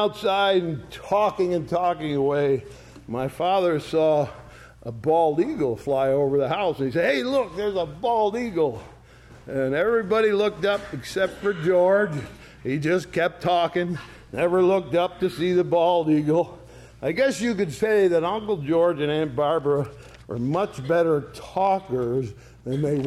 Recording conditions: large echoing room